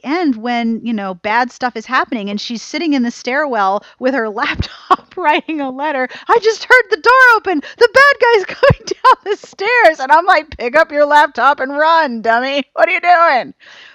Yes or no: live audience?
no